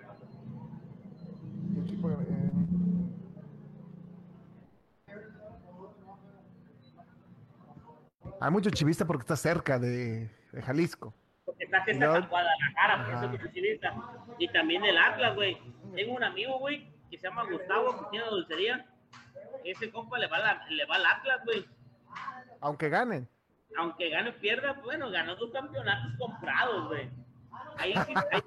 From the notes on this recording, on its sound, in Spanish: En vivo desde Tacos Los Primos.